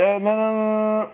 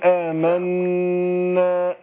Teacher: خد بالك النون مشددة في آمنا، ما قولش آمنا أعملها زي اللي مخفاه، لا أقول آمنا مشددة، تاخد غنة حركتين غنة حركتين · Shown in: second take